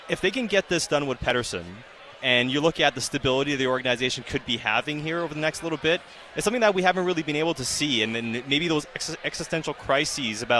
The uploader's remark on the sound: live at the JCC Sports Dinner